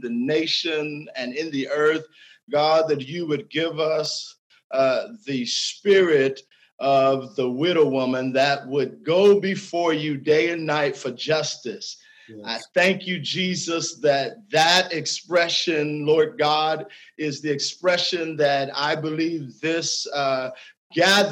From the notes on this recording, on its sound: This episode was taken from a Zoom call on May 29, 2020